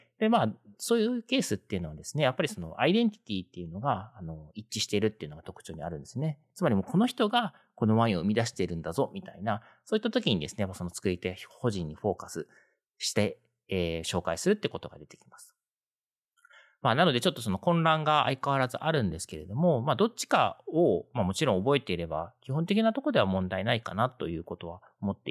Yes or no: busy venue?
no